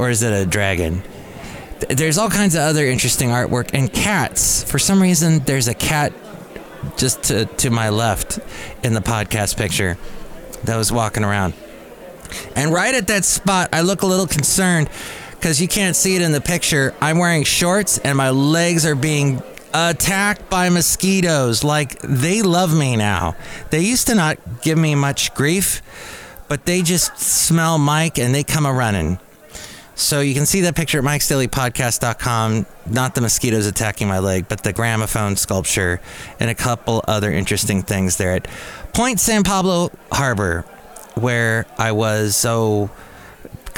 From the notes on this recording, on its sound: podcasts live from Café Anyway